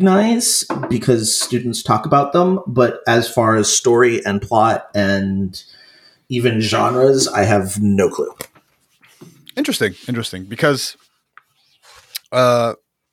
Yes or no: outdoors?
no